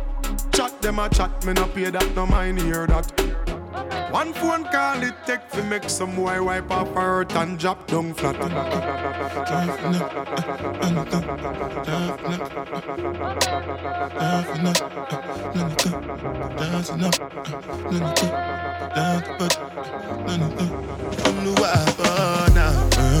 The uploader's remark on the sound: Originally broadcast live. From the storefront of Kinfolk 90 in Williamsburg, Brooklyn, New York City. Broadcast live on WAXX.fm.